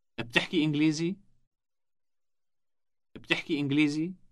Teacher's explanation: Note that the question is formed by rising intonation only.